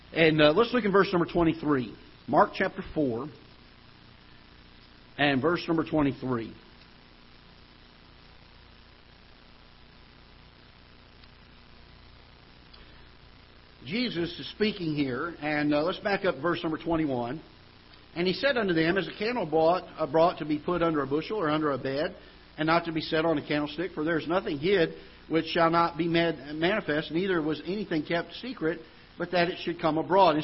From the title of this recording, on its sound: Ketha Heights Baptist Church ~ Live Broadcast